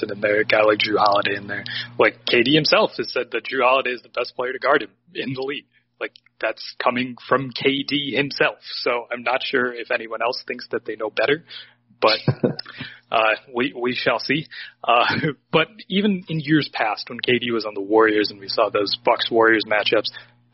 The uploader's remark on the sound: With some technical issues -- sorry about the audio sounding flatter than usual.